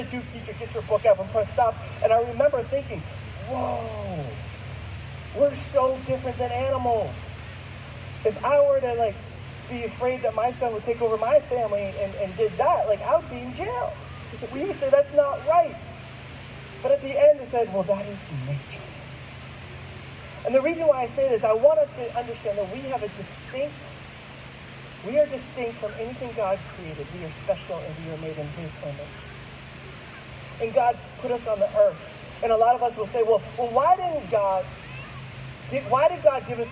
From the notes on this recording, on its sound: There were some technical difficulties in the recording of this week's message. We apologize for the audio quality.